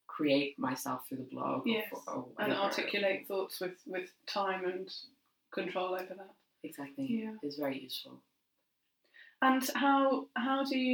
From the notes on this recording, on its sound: Apologies, dear listeners, for the poor sound quality. Technical hitch.